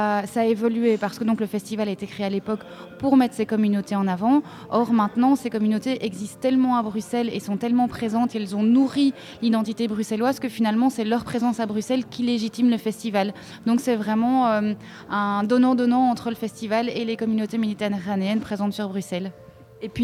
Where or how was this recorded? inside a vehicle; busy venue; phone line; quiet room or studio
busy venue